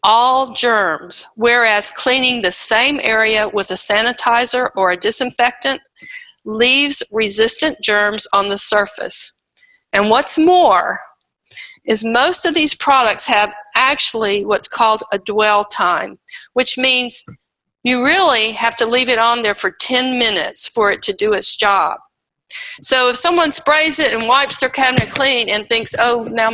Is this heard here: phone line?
no